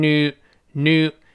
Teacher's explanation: 美音中呢，这个 yeah 往往似有似无，多数情况下呢就听不清了